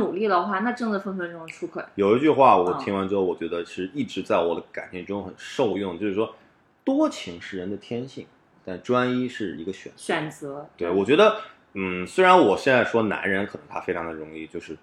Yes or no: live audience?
no